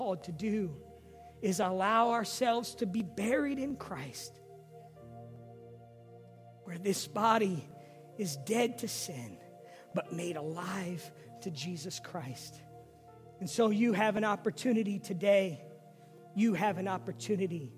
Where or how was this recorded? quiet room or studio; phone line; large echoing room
large echoing room